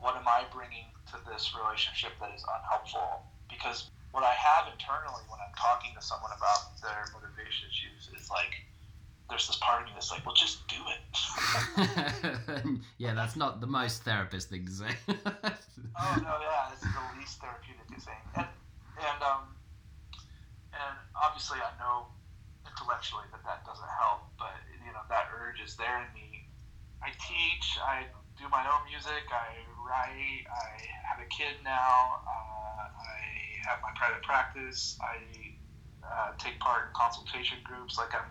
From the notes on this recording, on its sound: As Seattle isn't around the corner to London we had a phone call interview.